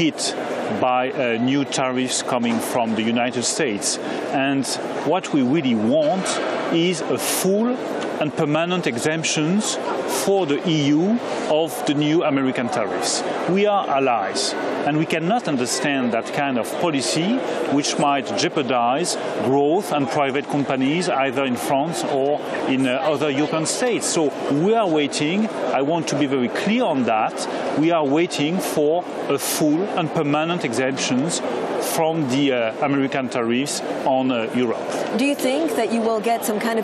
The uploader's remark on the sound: All interviews were broadcast on site at the IMF & World Bank Group Meetings in Washington, D.C.